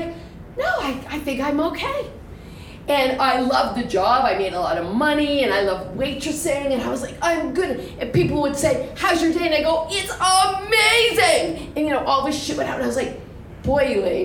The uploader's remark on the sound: Stories Like Crazy LIVE 2019